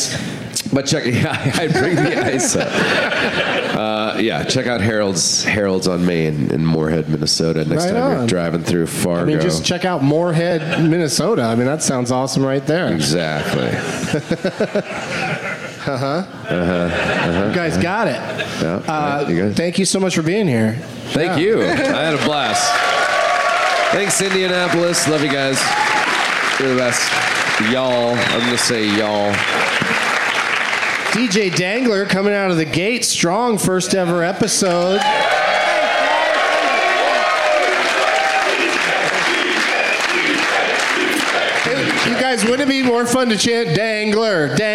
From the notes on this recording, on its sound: Live from Helium Comedy Club in Indianapolis.